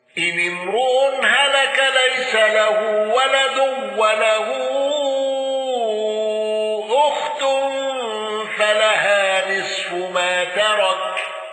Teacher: خلاد بالسكت على المد المنفصل